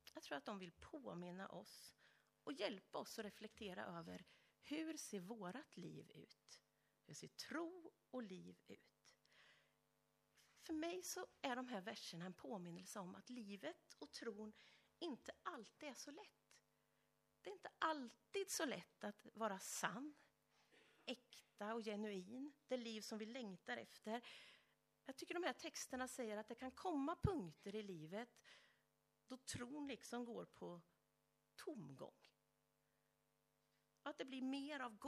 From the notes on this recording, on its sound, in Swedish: Inspelad under gudstjänst i Löfstadkyrkan i Tranås. Vi beklagar att inledningen av predikan föll bort.